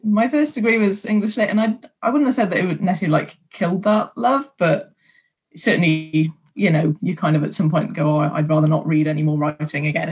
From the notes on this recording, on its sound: We kick off season ten with a Zoom get-together!